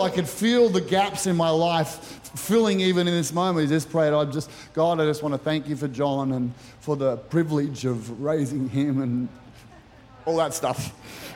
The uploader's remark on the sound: Recorded during our 9am service on Sunday, the 3rd of September 2023.